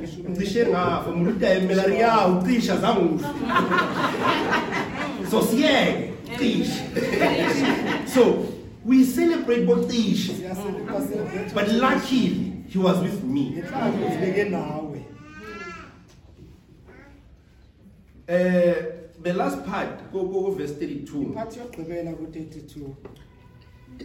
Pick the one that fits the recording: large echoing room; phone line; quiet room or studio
large echoing room